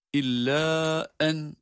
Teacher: İlla en derken de meddi munfasıl, bu da 4 elif miktarı kadar uzatılabilir.